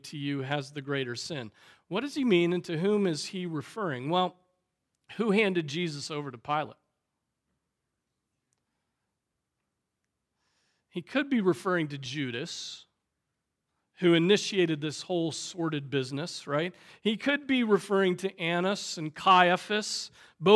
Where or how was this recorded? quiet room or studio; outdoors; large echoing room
large echoing room